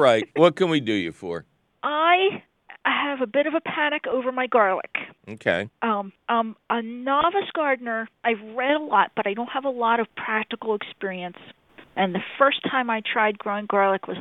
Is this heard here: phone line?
yes